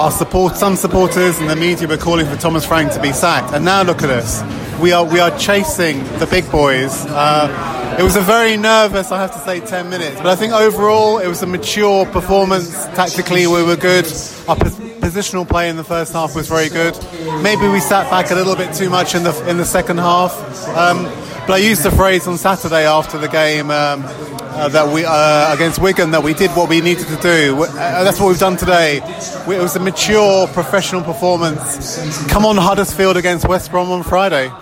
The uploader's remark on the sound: post-match podcast from the pub